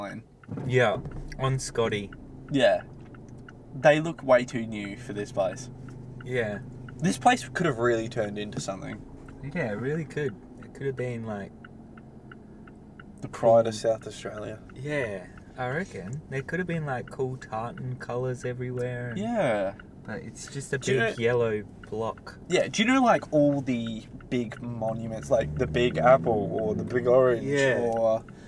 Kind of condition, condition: setting, inside a vehicle